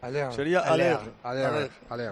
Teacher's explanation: la R no se pronuncia mucho, suena como un ronquido